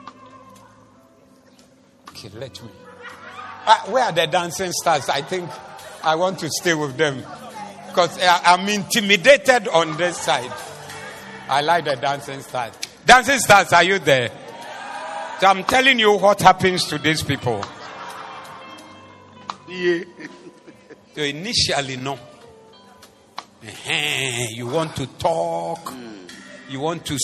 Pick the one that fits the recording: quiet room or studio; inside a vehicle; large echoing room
large echoing room